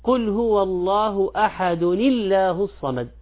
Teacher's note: وإذا وصلها القارئ ينطق التنوين بضمتين، ولما كان الحرف الذي بعد التنوين ألفا أصبحت تنطق كأنها مكسورة